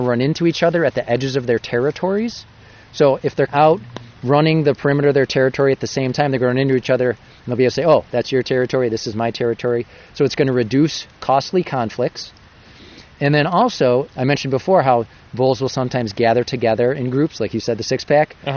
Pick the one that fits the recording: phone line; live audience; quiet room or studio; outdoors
outdoors